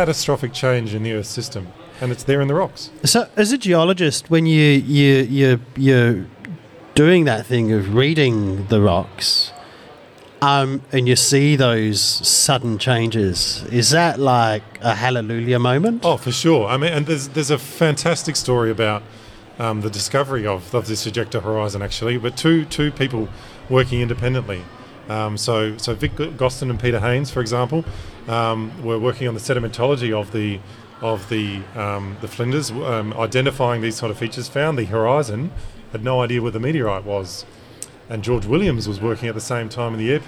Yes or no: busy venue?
yes